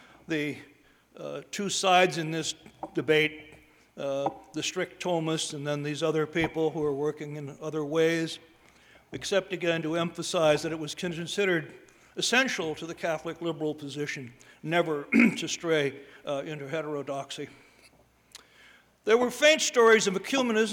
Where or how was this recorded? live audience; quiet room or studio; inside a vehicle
live audience